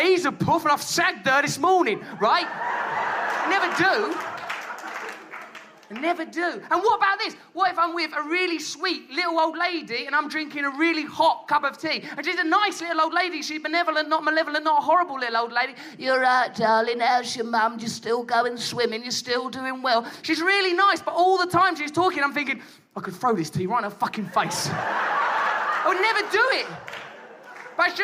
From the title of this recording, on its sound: Live in New York City (2011)